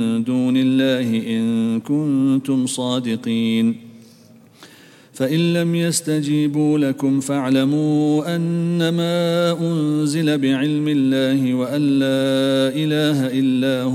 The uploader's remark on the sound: at the Houghton Masjid (West Street)